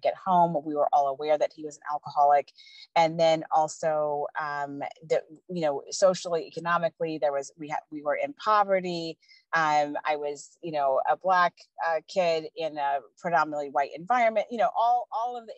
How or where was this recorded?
video call